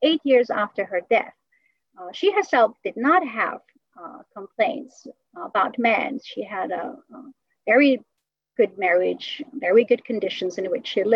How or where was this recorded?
video call